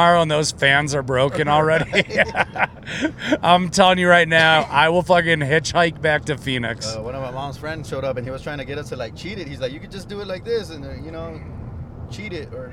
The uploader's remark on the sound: Texallent Carcast